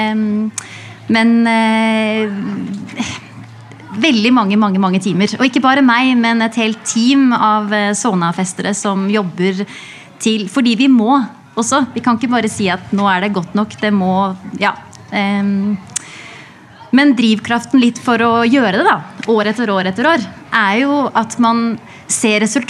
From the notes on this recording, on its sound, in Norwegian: Samtalen foregikk under programslippet i Vestby